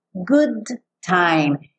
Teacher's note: Eu faço esse som no mesmo lugar, o D e o T. São produzidos no mesmo lugar.